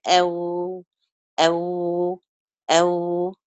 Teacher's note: الشفة الفوقانية بتبقى يعني عاملة زي ايه؟ منحنية شوية زي المنقار · Term: الواو